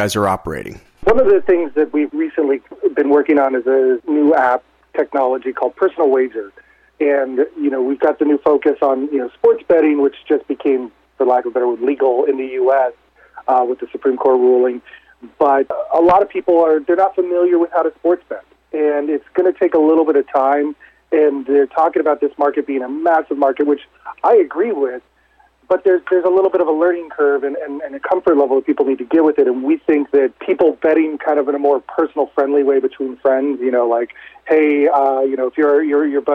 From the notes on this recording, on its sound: called in to SmallCapVoice.